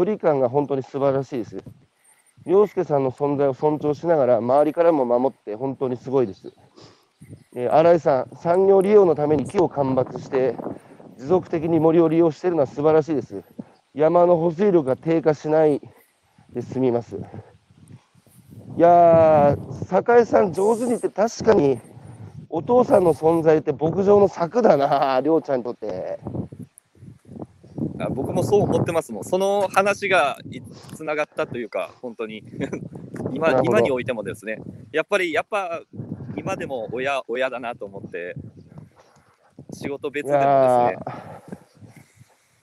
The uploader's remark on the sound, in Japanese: 歩きながら1時間、対談する